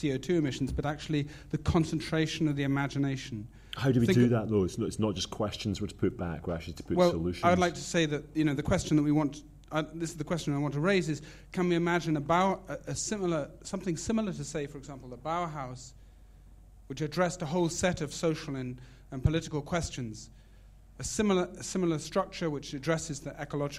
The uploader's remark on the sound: State of the Arts is the Arts Council's national conference for the arts and culture sector, it took place at The Lowry in Salford on 14 February 2012 in conjunction with the BBC, Salford City Council, Manchester City Council and the British Council.